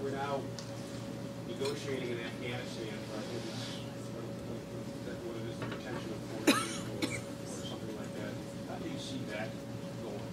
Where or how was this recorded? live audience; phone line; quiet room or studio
live audience